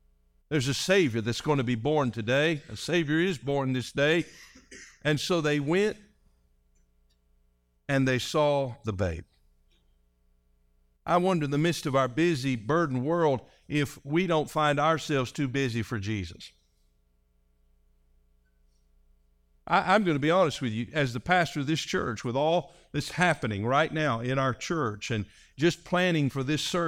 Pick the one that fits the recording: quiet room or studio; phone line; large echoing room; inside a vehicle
large echoing room